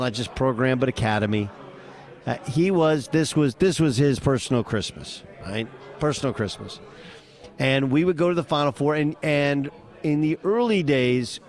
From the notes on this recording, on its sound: The Final Four in Houston. Broadcasts from radio row at the college hoops event.